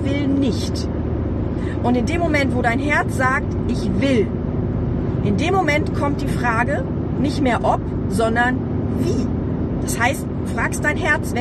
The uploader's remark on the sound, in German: Diese Episode ist ein bisschen anders als die anderen Episoden, weil ich sie im Auto aufgenommen habe.